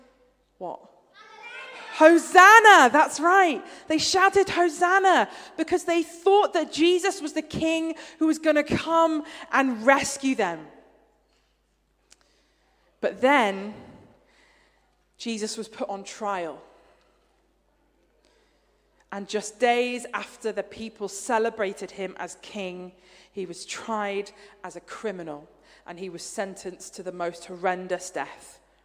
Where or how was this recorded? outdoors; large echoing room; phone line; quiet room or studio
large echoing room